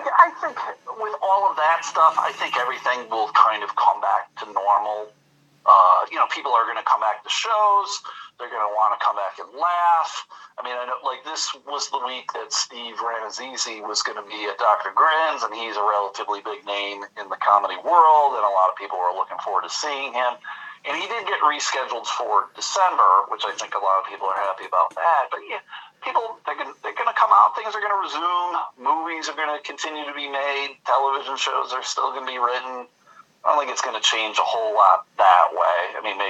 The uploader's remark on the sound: Recorded throughout April and May 2020 via telephone.